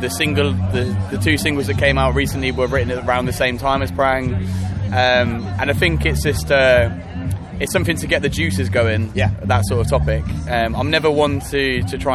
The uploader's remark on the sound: After their killer set on The Pit stage at Leeds Festival.